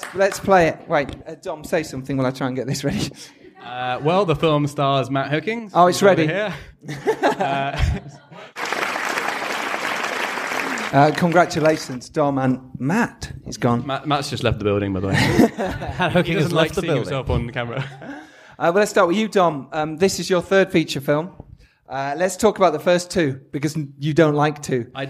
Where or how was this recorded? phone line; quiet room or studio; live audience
live audience